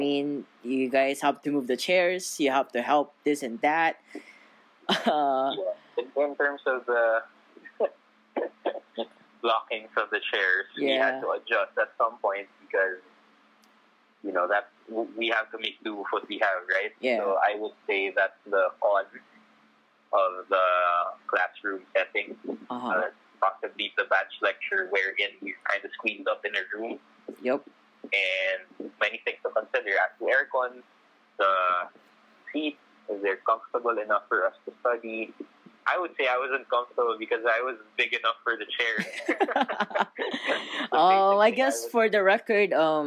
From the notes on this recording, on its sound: I apologize for the audio and production